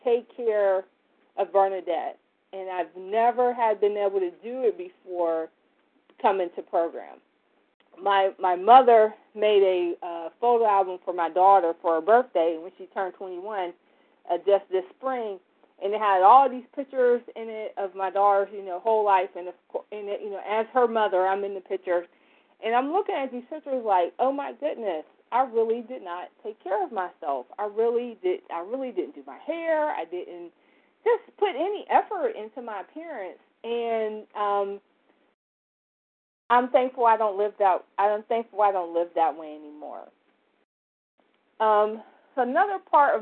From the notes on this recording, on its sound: from the 100 Pounders Phone Meeting